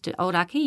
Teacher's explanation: the kai tahu dialect replaces NG with a K